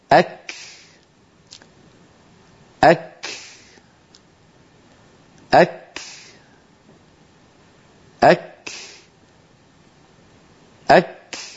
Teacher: اللسان يرتفع فيصطدم أقصاه في مخرج الكاف عند الحلك اللحمي والعظمي · فإذا تجافى اللسان عن مخرج الكاف انطلق هواء النفس الذي عبرنا عنه بهذا الدخان الأبيض الذي ترونه، لنبين أنه لا صوت هناك.